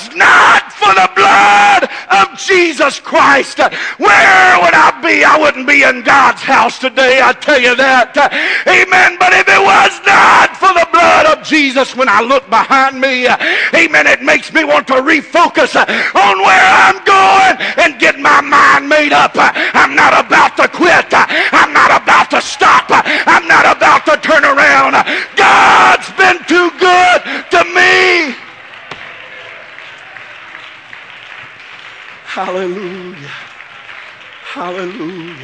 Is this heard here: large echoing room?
yes